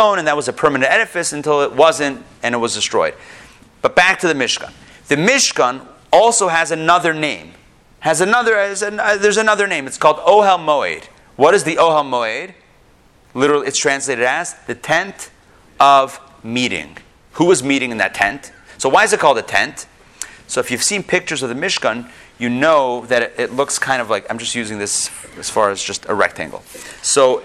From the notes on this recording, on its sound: Recorded live in Atlanta.